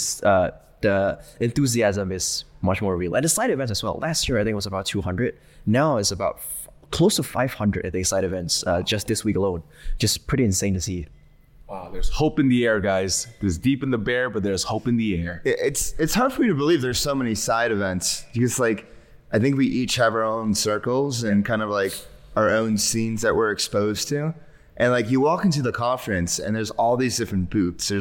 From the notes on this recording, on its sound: live from Token2049 in Singapore!